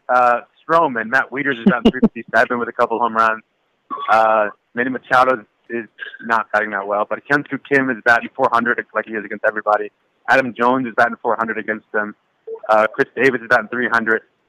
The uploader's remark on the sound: take to the phone